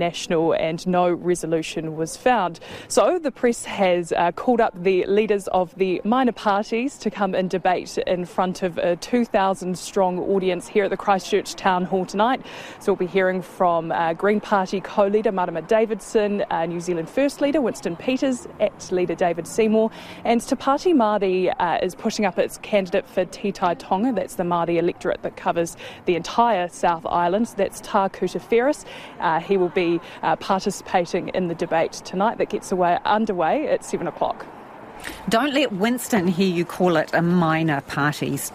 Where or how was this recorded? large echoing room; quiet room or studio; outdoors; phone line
outdoors